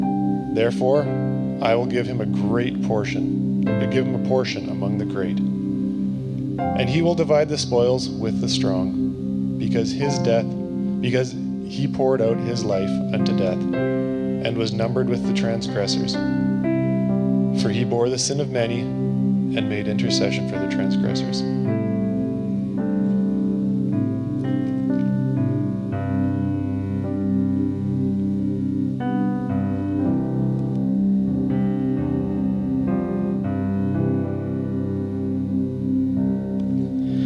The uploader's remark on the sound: Below you’ll find an audio only recording of our service. Cedar Valley Church.